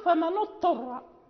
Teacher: مثلا فمن اضطر أو فمن اضطر إذا قرأنا بغير قراءة نافع، فإذا لم ننطق يعني لم ننتبه للنطق لابد أن ننطق بالضاد ثم بالطاء، فاللسان يذهب إلى الأسهل يقول فمن اضطر، يعني يذهب الضاد وتبقى الطاء لأنها يعني هي من طرف اللسان وهي أسهل في النطق من الضاد.